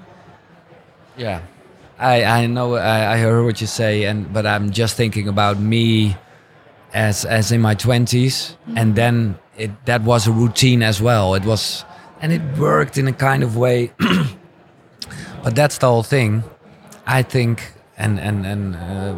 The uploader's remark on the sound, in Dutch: Deze KUKURU aflevering is opgenomen op het Biohacker Summit.